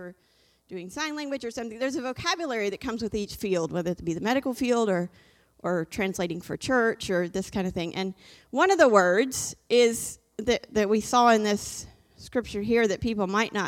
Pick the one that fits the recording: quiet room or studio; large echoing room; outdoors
large echoing room